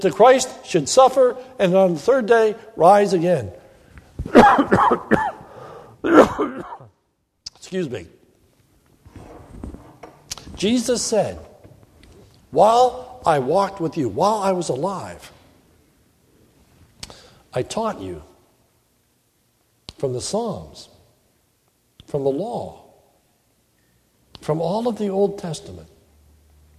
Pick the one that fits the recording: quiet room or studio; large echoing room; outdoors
large echoing room